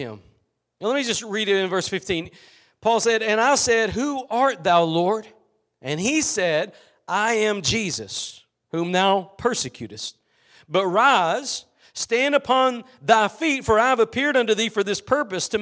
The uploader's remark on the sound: Preached at Gospel Lighthouse in Bossier City, La.